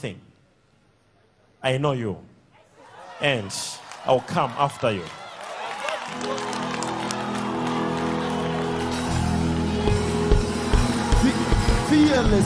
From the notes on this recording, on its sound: Sunday Live Service